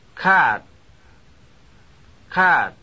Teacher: This word has a high falling pitch contour.